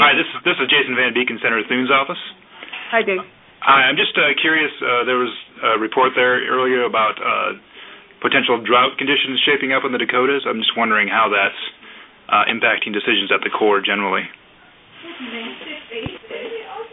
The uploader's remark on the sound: Twice monthly conference calls